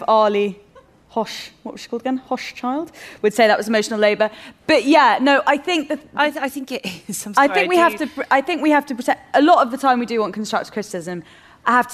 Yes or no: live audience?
yes